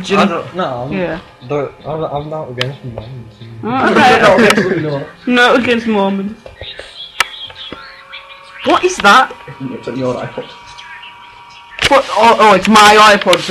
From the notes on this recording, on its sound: For example the input volume was too loud so we sound very loud. I think the recording cuts out early because if I remeber my Mum's mobile started ringing and I didn't want our listeners to hear her shitty ring tone.